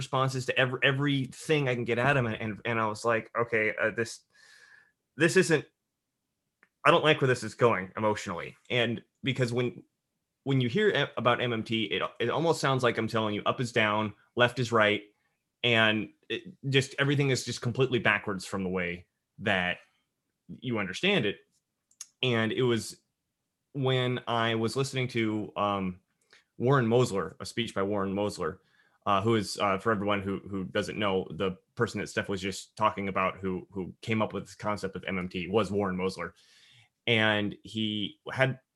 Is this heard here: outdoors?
no